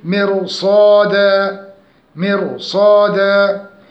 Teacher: الراء هنا مفخمة ولو أنها مسبوقة بكسر، لأنه عج بعد الراء حرف الصاد، وحرف الصاد من حروف الاستعلاء، فنقول مرصادا، مرصادا.